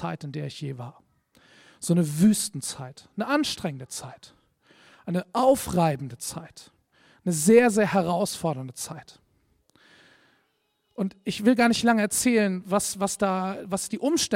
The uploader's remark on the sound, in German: Predigt im Rahmen des GreifBar+ Gottesdienstes